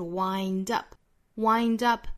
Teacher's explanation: certainly, certainly, certainly.好，我们继续看 wind up, adding to them.我们看这个 wind 这个单词，这个词其实我们比较熟悉，就是它名词形式 wind, W-I-N-D,风这个词。但是要注意这个词作为动词意思是完全不一样的，并且发音呢要注意是 ind, wind,双元音 i